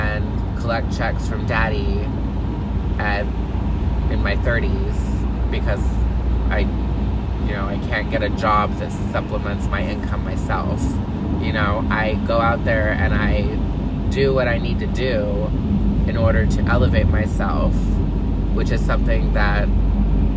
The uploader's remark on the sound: Coming to you LIVE from the car again!